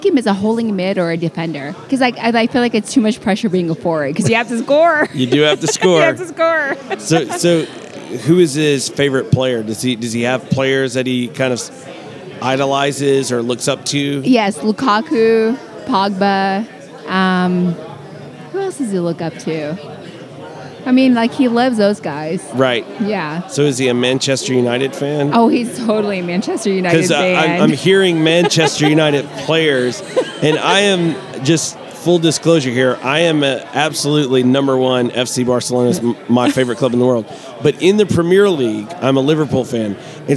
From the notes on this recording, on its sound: Live at the Bar of the US Soccer AGM.